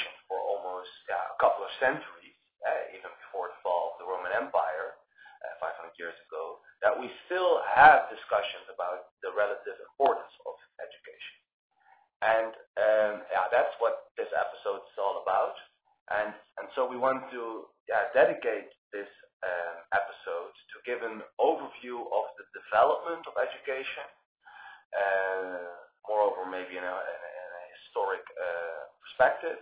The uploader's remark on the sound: (audio issues). Despite our audio issues.